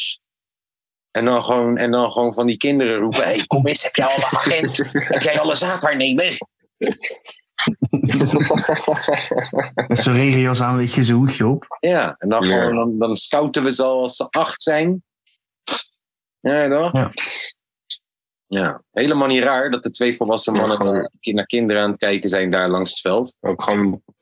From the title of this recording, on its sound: ZOOM CALL